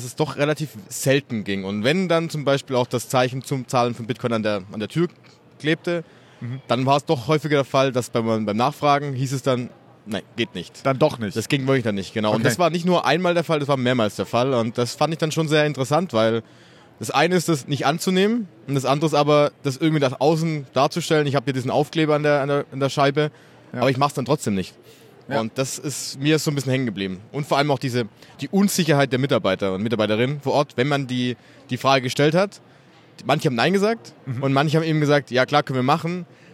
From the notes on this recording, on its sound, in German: Die Aufnahme erfolgt vom Flughafen in Toronto, weswegen die Tonqualität nicht ideal ist.